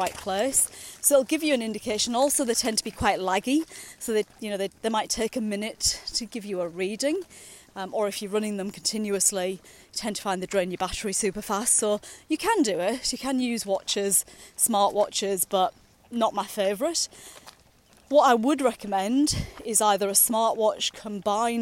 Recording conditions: outdoors